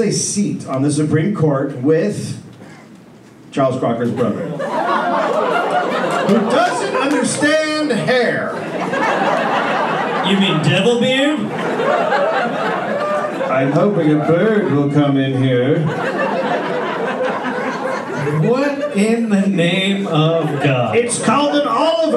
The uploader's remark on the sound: Recorded live in Sacramento